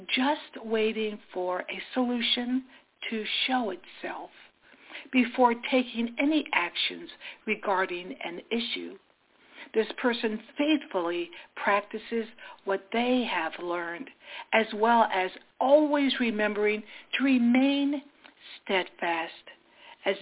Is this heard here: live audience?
no